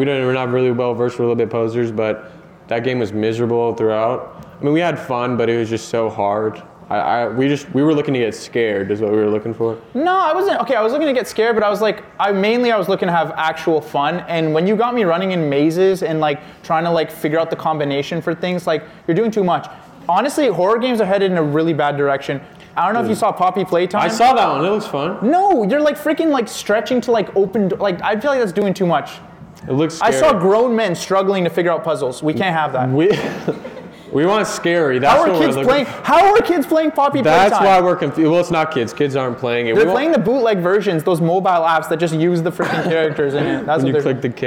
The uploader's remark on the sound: York University Live Show